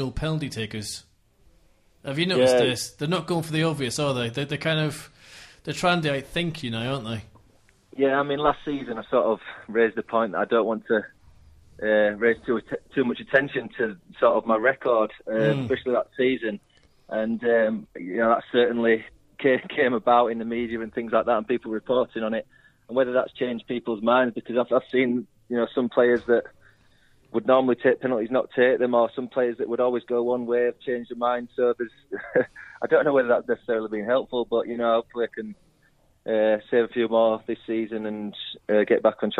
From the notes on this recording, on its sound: On the phone is our brilliant goalkeeper